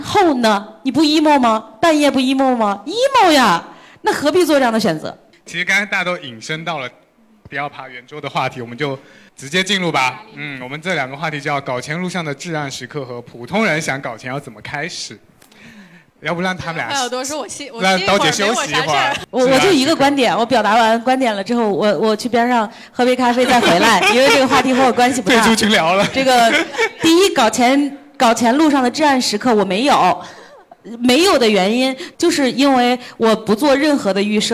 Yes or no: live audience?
yes